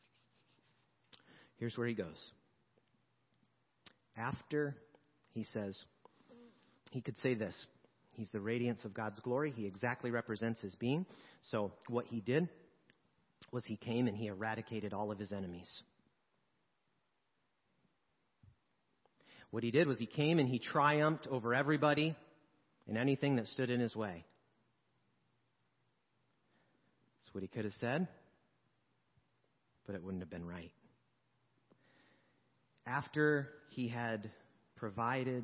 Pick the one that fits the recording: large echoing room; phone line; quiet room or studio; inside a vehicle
large echoing room